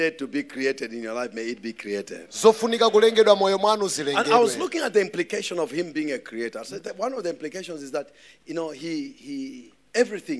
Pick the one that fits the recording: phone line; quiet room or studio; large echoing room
large echoing room